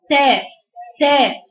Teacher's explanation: طب انا لو نزلت فك السفلي اكتر اقول تاء تاء، خلاص بقى فيها تقليل